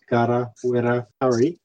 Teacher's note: Now, Gara and Wera do have a double R, a rolled R, but Pari is an R like in English, even though it's spelled exactly the same way as the others.